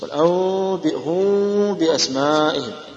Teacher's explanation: نقول فيه إطباق في الشفتين لكن لا يكون شديد. أما الانفراج هذا ولو حصل انفراج أيضا بعد لا يكون شديد.